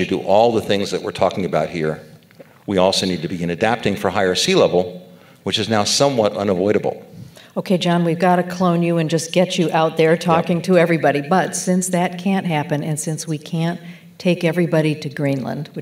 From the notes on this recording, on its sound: on stage at the 2023 Aspen Ideas: Climate event in Miami Beach